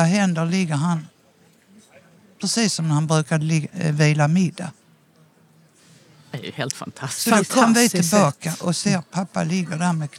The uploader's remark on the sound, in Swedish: Allt på restaurang Smaca i Kristianstad. I solsken och inför publik.